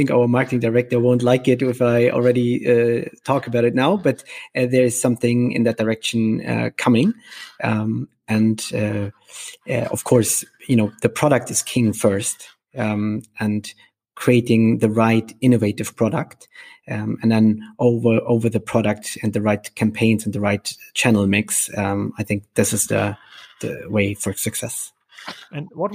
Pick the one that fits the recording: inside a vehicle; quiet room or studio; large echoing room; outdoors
quiet room or studio